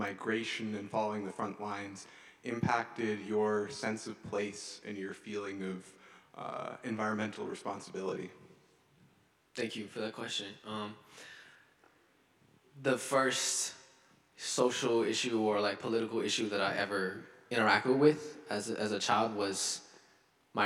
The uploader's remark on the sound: delivered convocation at Carleton's Skinner Chapel on Friday, October 6